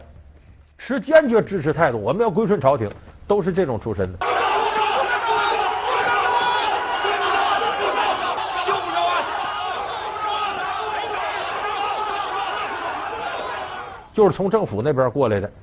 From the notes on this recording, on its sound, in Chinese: 還有聽故事的觀眾